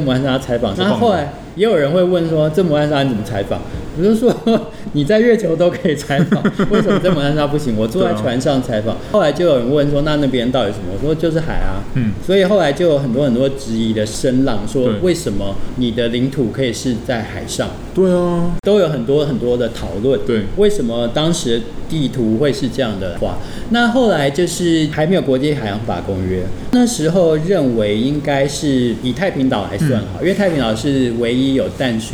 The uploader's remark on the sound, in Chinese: 本集白噪音指數：蚊風級 1/5。錄音地點： 明星咖啡館 - Cafe Astoria。